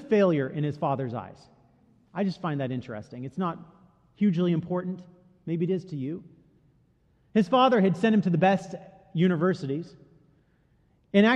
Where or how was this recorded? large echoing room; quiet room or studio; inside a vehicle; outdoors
large echoing room